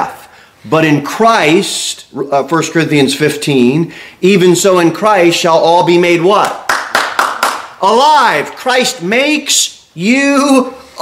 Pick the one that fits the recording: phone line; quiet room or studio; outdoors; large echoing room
large echoing room